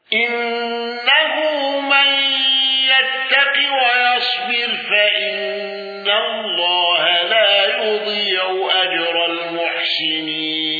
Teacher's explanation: خلف عن حمزة بالسكت على المد المنفصل وترك الغنة. إنه من يتق ويصبر فإن الله لا يضيع أجر المحسنين.